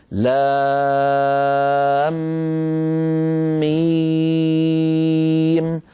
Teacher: فندغم الميم في الميم فينشأ مد لازم حرفي مثقل